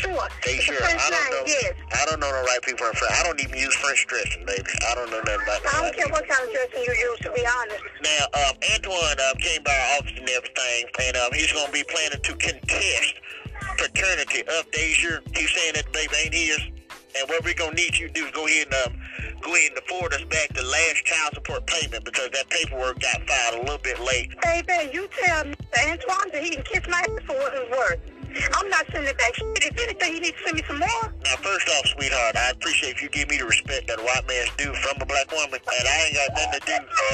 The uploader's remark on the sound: Prank phone call to a lady.